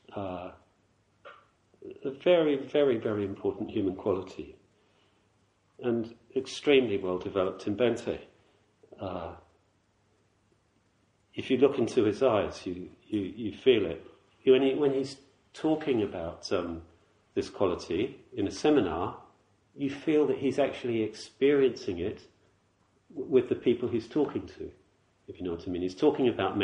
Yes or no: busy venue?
no